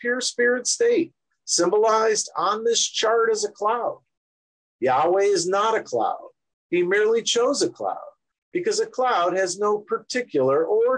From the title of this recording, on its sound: Oceanside Zoom Class